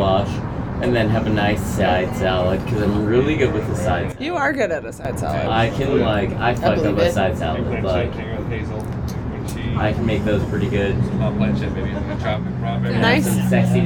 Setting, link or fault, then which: fault, background noise